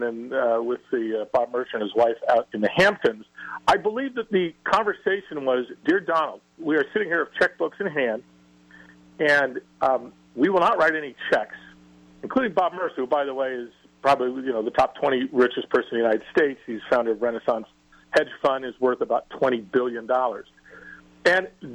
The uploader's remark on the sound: open phones where she's joined by callers